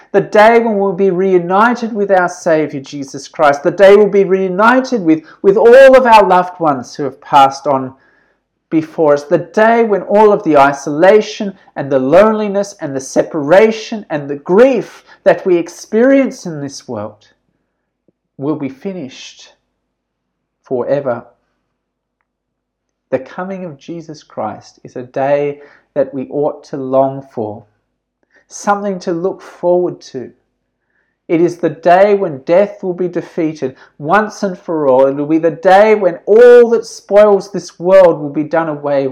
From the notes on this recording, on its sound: This sermon was preached at St George's Church, Penang on 8th November 2020.